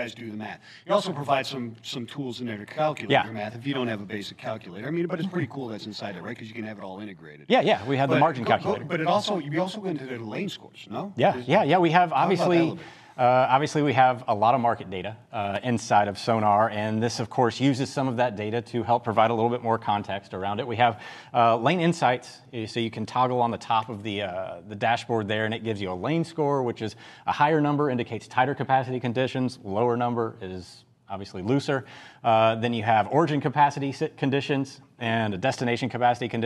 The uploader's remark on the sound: coming to you live from day 3 at F3.